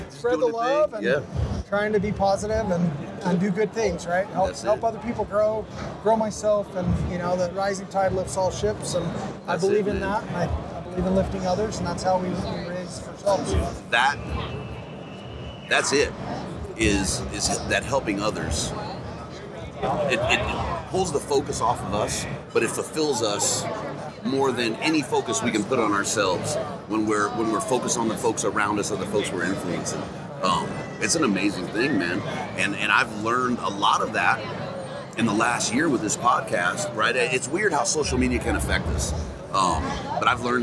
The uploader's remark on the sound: Live From Hunt Expo 2020